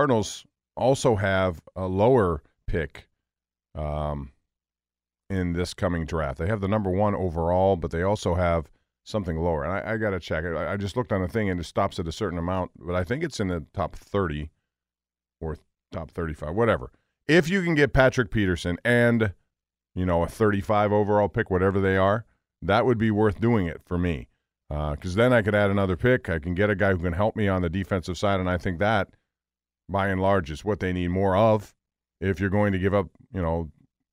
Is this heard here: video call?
no